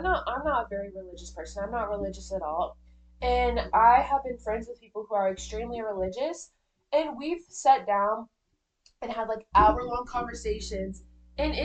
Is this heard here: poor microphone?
yes